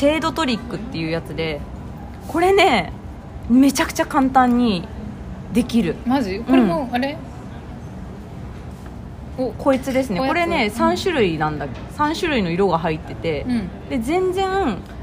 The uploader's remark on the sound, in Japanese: カフェでの録音なので環境音たっぷりでお届けします